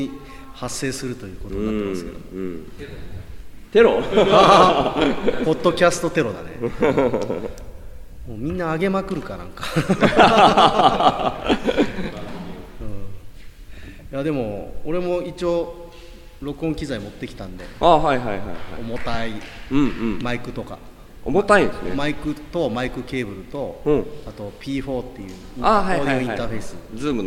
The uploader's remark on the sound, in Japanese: 金曜日のpodcastフェス運営委員会？の朝の雰囲気inいいかねパレット。金曜日のpodcast焚き火フェスの当日。いいかねパレっとのシェアライブラリーにて収録。